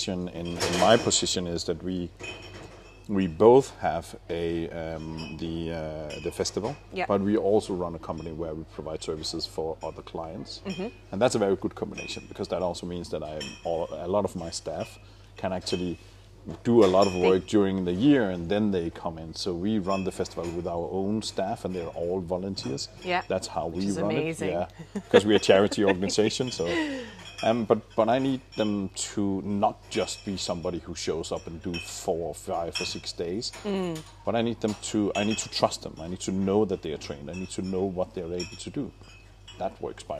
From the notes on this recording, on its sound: Welcome to my first in person podcast episode. As this is recorded live in the RheinEnergies Stadium, there are background noises of talking, bottle crates and the Football Club’s mascot reminding us of session start times.